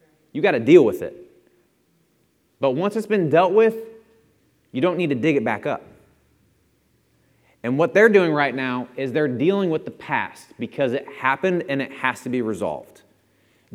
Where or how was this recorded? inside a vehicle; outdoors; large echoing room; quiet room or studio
large echoing room